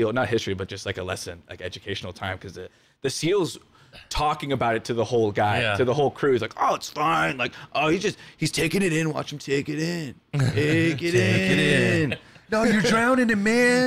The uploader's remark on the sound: sit down at the Casbah San Diego